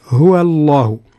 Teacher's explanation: مع عدم تفخيم الواو، التفخيم يكون في اللام. نعم، أو التغليظ في اللام من اسم الجلالة، هو الله هكذا.